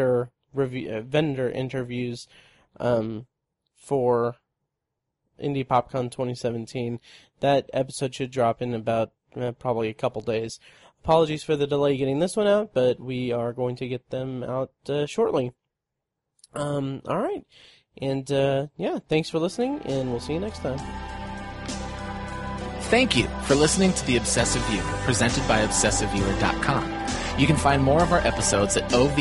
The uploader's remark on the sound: Recorded Live at Indy PopCon 2017.